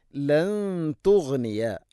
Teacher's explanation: സാക്കിന നൂന് ശേഷം ത ഇഖ്ഫാവും ബിഗുന്ന അവ്യക്തമാക്കി മണിക്കണം